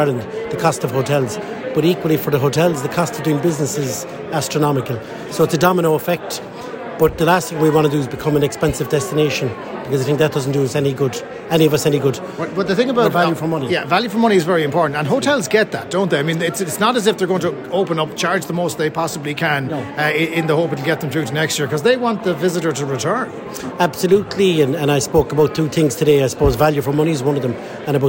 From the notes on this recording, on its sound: At an actual in-person event at Visit Cork The Industry Day to promote Cork tourism.